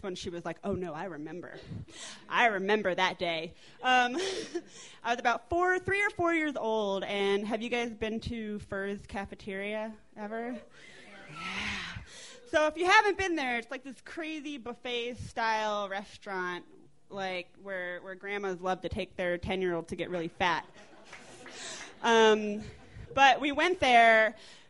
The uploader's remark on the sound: These stories were recorded at The Deer Pile in Denver, Colorado on November 15, 2012.